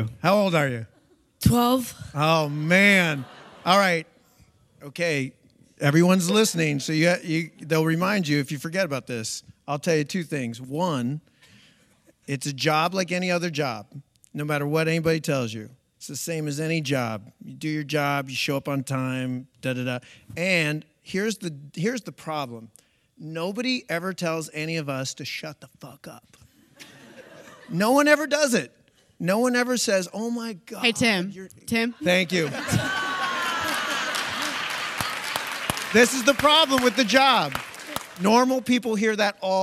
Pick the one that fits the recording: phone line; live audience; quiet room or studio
live audience